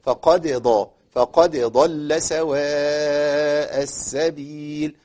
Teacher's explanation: تصل صوت الدال الى الضاد، لان احنا قلنا الدال والضاد في تشابه بينهم في الصوت، ما ينفعش ان انا ايه ابدل الدال بضاد، بالذات لما تكون الدال بعدها ضاد وتكون ساكنه الدال.